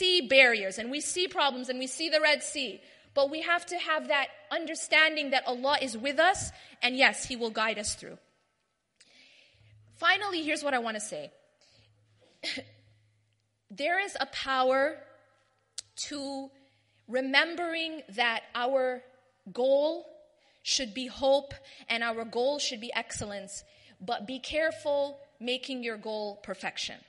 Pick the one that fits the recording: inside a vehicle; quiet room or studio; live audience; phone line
live audience